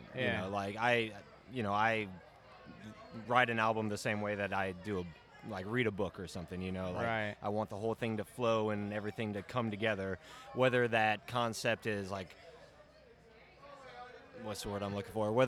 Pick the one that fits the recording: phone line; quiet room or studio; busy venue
busy venue